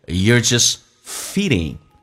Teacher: Just 的 t 去掉，气流不用阻塞，因为前面是一个 s，是一个辅音